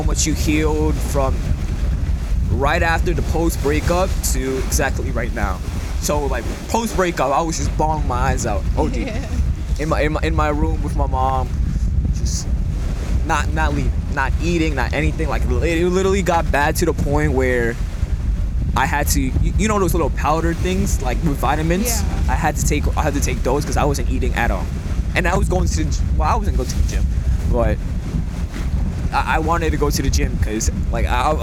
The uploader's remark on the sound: I apologize for the audio, it was pretty windy when this was recorded.